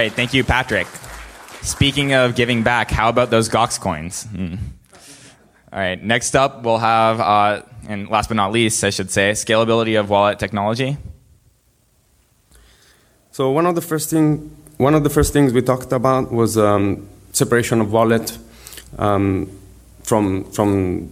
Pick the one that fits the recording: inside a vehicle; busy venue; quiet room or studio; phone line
busy venue